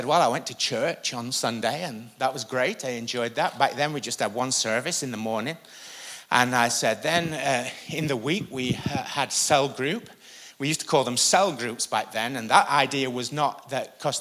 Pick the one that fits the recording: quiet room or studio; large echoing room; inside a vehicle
large echoing room